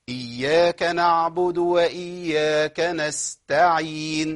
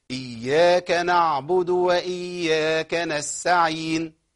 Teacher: التاء وقعت مني خالص، لأن السين مهموسة والتاء مهموسة · Shown in: second take